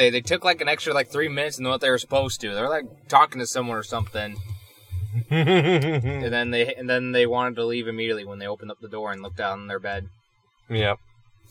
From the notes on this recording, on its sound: We went a bit crazy with this one and recorded in person, inside a car... It would have came out a bit better if the laptop's crazy loud fan didnt kick on.